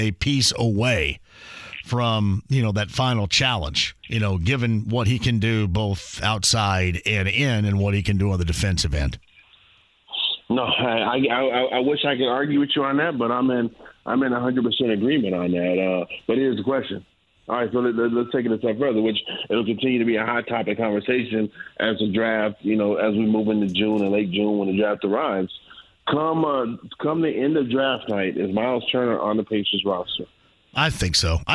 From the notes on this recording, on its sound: He then opens the phone lines and takes some calls! The show keeps going with some phone calls on a variety of subjects!